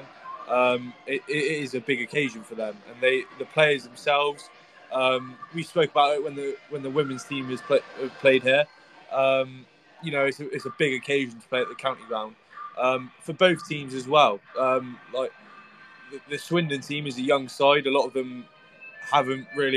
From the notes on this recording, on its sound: Preview and live comms as Swindon Town take on Westbury United in the Wiltshire Premier Shield final at The County Ground.